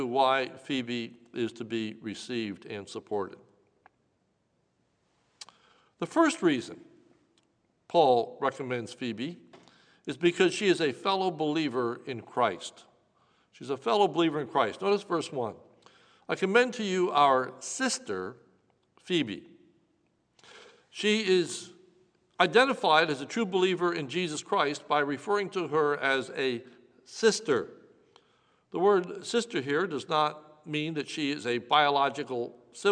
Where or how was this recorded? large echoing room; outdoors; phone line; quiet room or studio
large echoing room